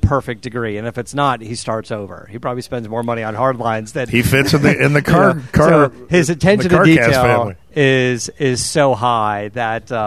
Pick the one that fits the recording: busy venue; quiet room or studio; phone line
busy venue